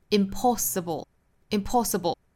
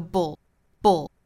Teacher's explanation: 最后的 bl 字母组合发成一个 bull. Bull.它这里面其实叫做舌边爆破哈。我们说 bl 它两个辅音放在一起也是一个音节，所以读的时候呢也要把一个节拍给它。Impossible, da da da da.